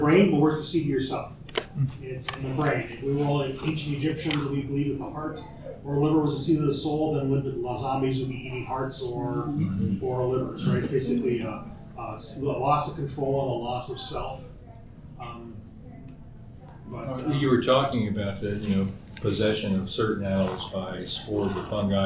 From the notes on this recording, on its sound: TusCon 50 Panel. Recorded live 11/11/23 Saturday – Panel Room 1.